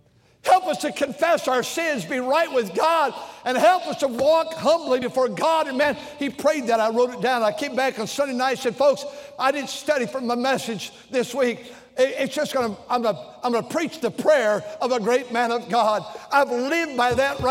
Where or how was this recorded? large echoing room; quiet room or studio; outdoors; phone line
large echoing room